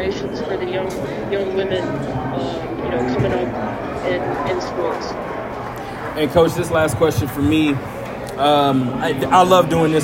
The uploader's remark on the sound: A live show from the stage in the middle of the Superbook at the Westgate Las Vegas Resort and Casino.